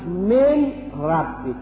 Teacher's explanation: نون من و ری رب تو متقارب المخرجه، این با هم دیگه ادغام میشه